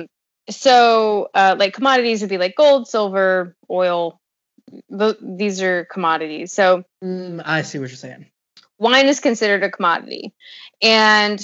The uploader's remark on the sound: Another quarantine episode over skype